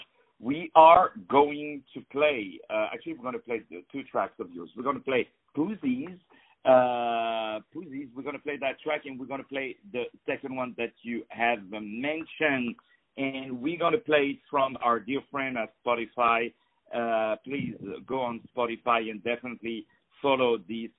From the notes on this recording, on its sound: On the phone